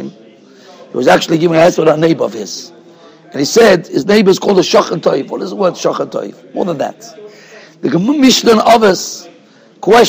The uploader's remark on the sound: Shiur recorded in Yeshivas Ohr Reuven, Monsey, NY.